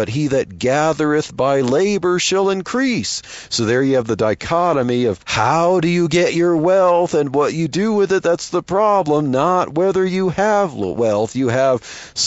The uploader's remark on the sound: while driving to work